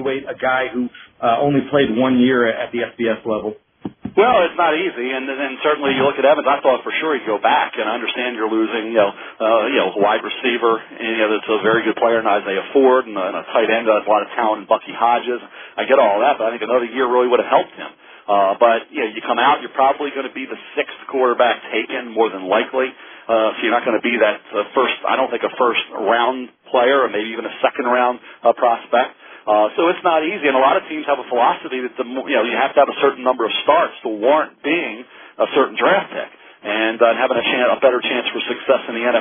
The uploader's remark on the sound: this media conference call